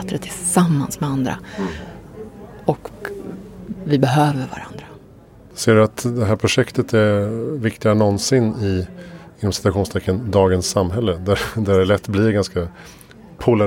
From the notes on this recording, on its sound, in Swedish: Inspelat på Epicenter Stockholm under SIME Conference